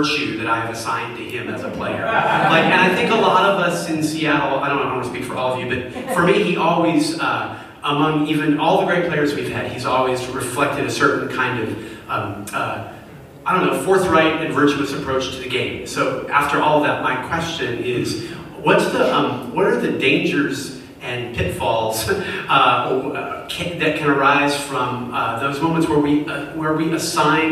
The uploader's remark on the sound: This Audio is courtesy of Seattle Town Hall Taped Live. The Forum.